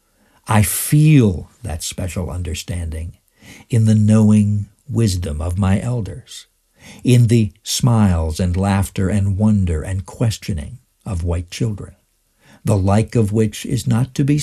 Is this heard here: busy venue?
no